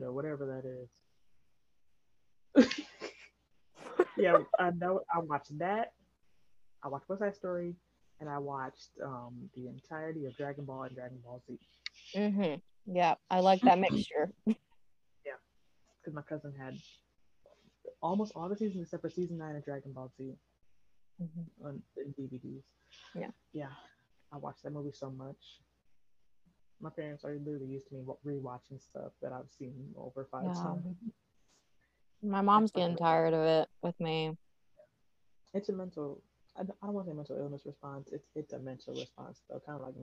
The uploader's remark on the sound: We apologize for the audio mishaps, we try our best to edit them out but we are a work in progress.